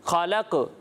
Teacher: قاف کی آواز جو ہے وہ لوٹتی ہوئی محسوس ہوگی، خلق، یہ آواز قاف کی لوٹتی ہوئی محسوس ہوگی، اسی کو کلکلا کہتے ہیں، ٹھیک ہے.